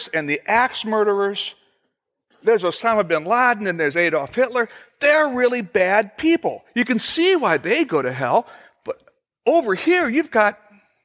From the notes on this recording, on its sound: At Fellowship Missionary Church, Fort Wayne, IN.